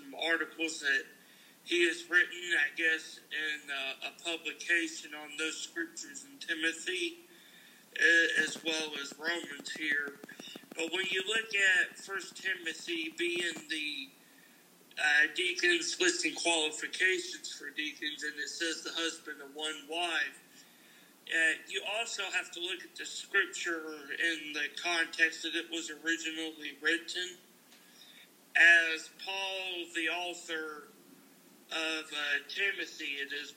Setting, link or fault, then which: setting, large echoing room